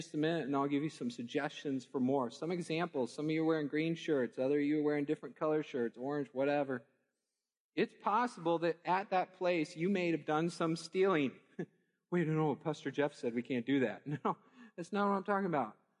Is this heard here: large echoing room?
yes